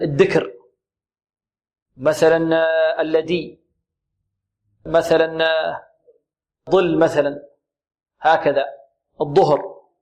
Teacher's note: الذال ينطقونها دالا، والظاء تنطق ماذا؟ ضاد، والثاء تنطق ماذا؟ تاء